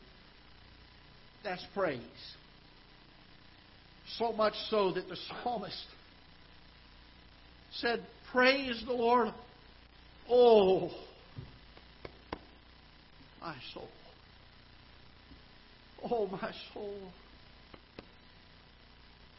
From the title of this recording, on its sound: Ketha Heights Baptist Church ~ Live Broadcast